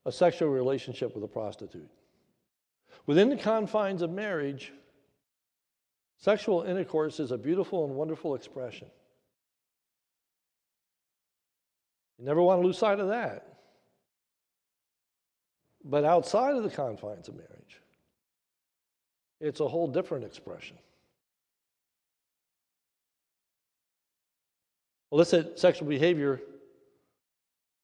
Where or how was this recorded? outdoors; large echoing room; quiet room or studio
large echoing room